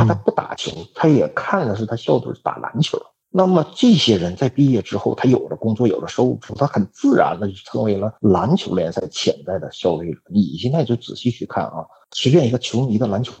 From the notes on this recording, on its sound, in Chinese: 因为主播感冒，以及录音环境的问题，本期录音质量欠佳。